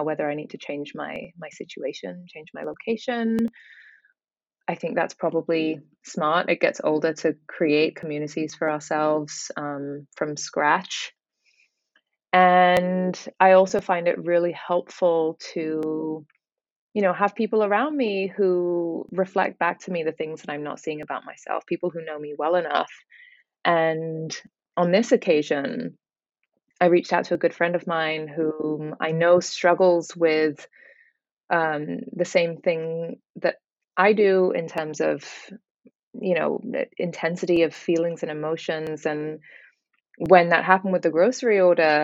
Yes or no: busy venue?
no